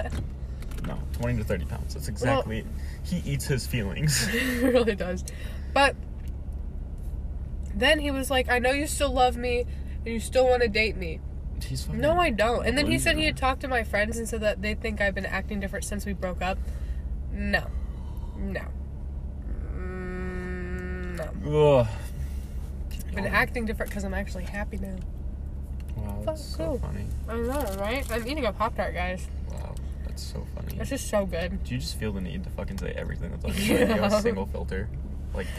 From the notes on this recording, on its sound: This is a podcast where I hang out with friends in my car before school starts and talk about whatever is on our minds.